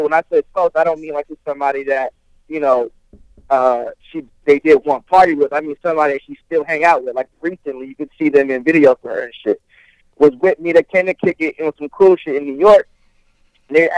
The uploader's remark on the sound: on the phone